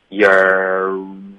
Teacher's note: 注意我们 you're 的这个儿化音，后面会嘟嘴